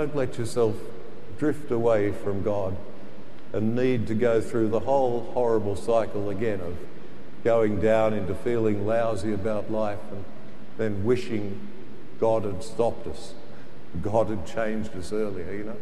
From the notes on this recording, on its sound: The homily from Sacred Heart Cathedral, Hamilton